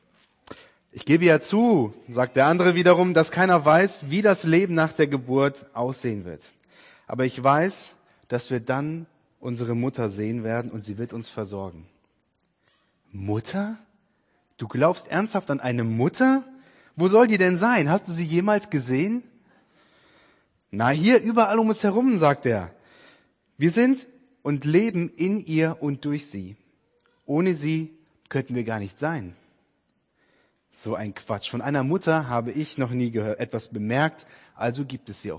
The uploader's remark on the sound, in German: Predigt-Podcast aus dem FORUM HOFFNUNG in Dresden